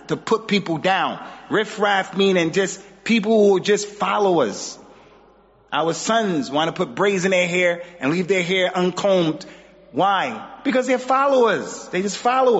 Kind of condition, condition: setting, large echoing room